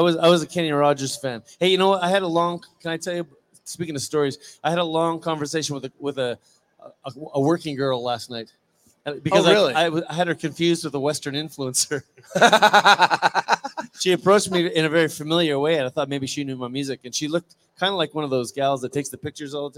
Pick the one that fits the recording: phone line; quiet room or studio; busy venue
busy venue